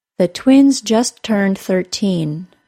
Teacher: The second syllable of 13 was stressed.